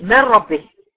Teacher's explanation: النون الساكنه هتخش كليه في اللي بعدها، زي من ربه اختفت خالص، ده الادغام الكامل.